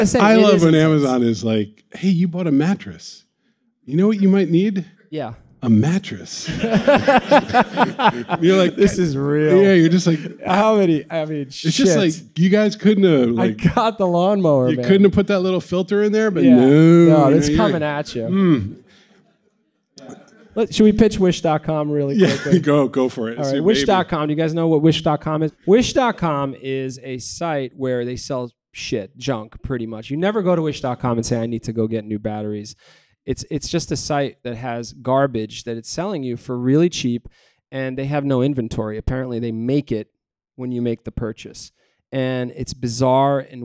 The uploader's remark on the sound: Sit down with a live studio audience.